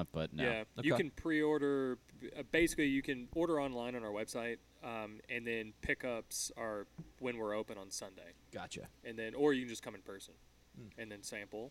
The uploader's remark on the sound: Interview at The Void Sake Company